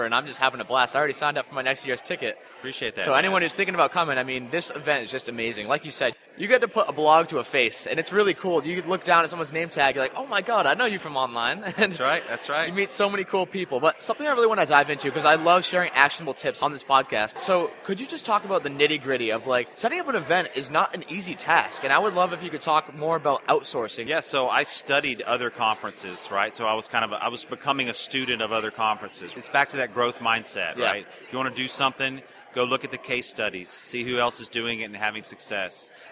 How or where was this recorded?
busy venue